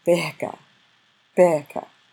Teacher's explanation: The first is when you've got a consonant followed by an H and then followed by a vowel, you're actually going to give that consonant a little more aspiration than we would in the English language